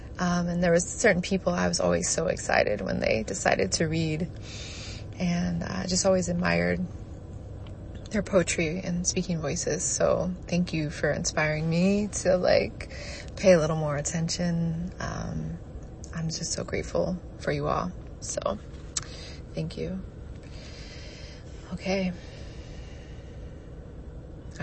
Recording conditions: inside a vehicle